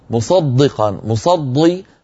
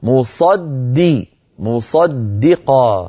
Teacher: بعد أن نفخم الصاد نرقق الدال · Shown in: second take · Term: دال مرققة